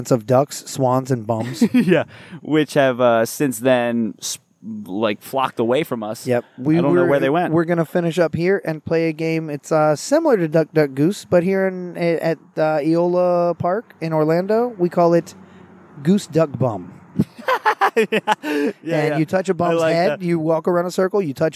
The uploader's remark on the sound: Recording at Lake Eola